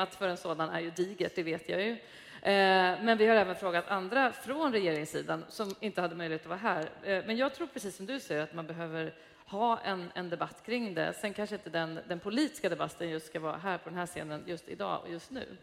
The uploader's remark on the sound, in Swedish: Inspelat live på stora scenen inför publik på Musikaliska Kvarteret. När Scendödsfestivalen hölls.